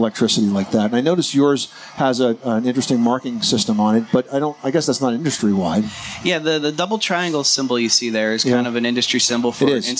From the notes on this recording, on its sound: Live from the 2018 National Hardware Show